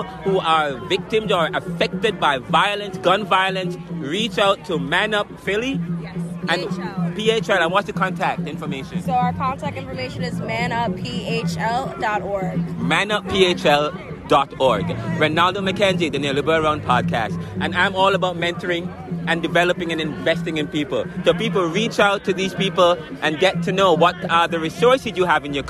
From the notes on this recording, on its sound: Broadcasting Live from the “Stop The Violence March in Philadelphia Pennsylvania. We started at Roosevelt Middle-school on Tulpehocken street and ended at MLK High School on Stenton Avenue Philadelphia, where the March turned into a Fair with hundreds of city residents and professionals, young and old, police and politicians and political.